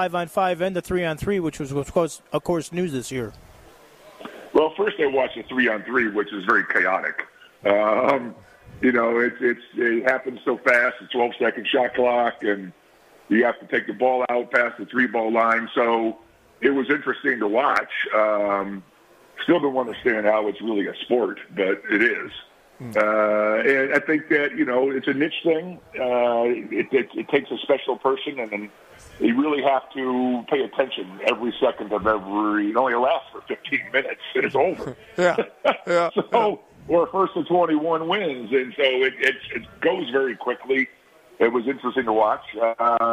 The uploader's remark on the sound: Live from The Thomas & Mack for the NBA Summer League